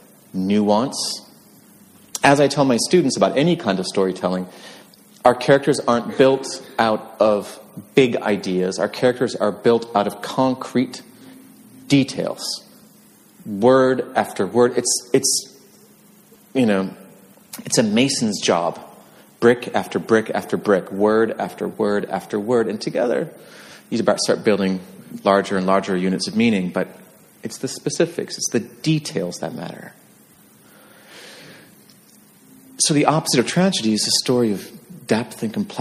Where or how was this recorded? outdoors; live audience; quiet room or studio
live audience